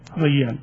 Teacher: نجد على تقسيمات العلماء والوسط فجيم الشين ياء، يعني الجيم والشين والياء في من وسط اللسان. ثم إذا نبحث عن الجيم والجيم والياء وما هي العلاقة بينهما والصفات، سنجد أيضا بعض الصفات مشتركة بحيث أنها جعلت في سهولة الانتقال من الجيم إلى الياء.